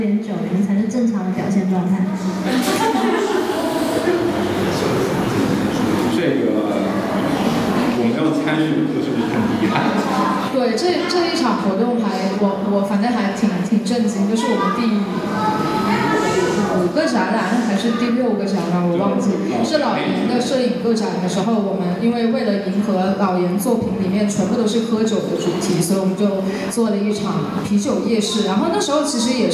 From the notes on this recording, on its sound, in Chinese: 本期是「园游会」展览的开幕分享会录音